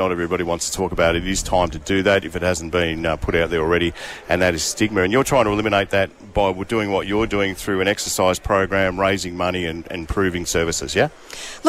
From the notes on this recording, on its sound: Live from Bendigo Health for Move For Mental Health! The Triple M team were live at Bendigo Health to kick off a 24 hour fitness marathon.